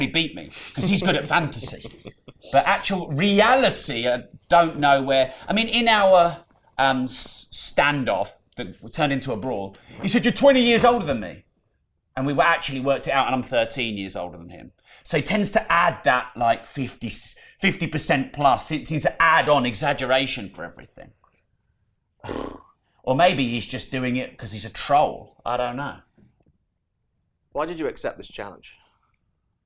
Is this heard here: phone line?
no